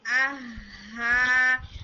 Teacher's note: بالکل حلق کے نیچے والے حصے سے آتا ہے چیسٹ کے کلوز یعنی آہا اور اس کی اسٹرانگ ساؤنڈ ہوتی ہے یعنی زیادہ